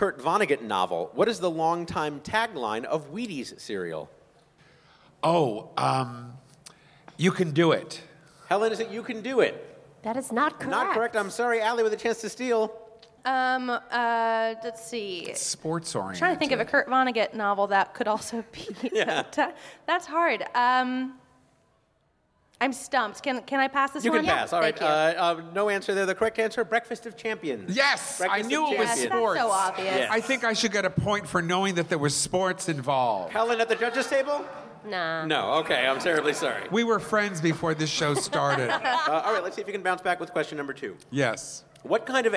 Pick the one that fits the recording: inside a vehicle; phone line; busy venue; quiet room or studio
busy venue